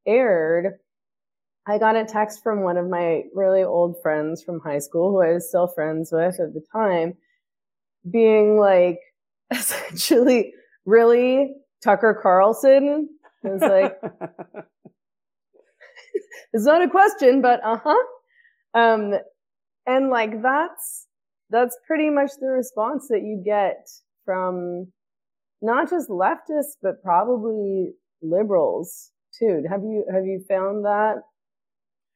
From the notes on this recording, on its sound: Unfortunately the mic quality is low in this interview, on account of a tech mishap.